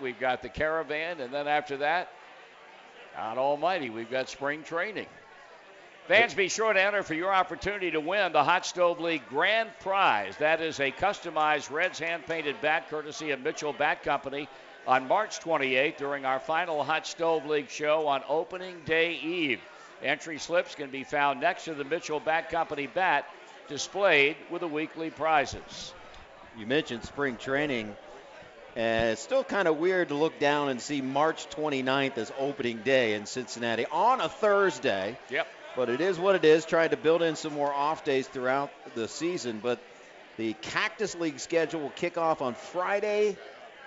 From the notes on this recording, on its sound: live from the Holy Grail at the Banks